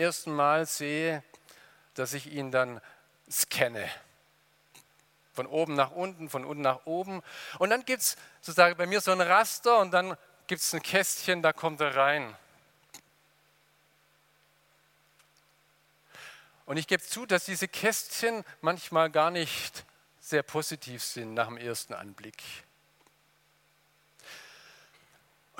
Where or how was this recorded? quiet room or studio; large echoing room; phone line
large echoing room